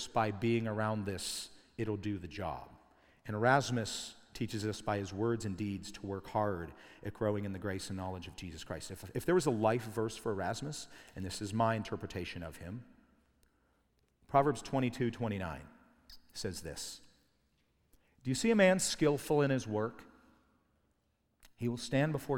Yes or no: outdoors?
no